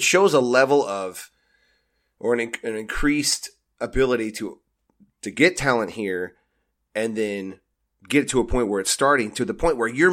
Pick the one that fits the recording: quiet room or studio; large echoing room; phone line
quiet room or studio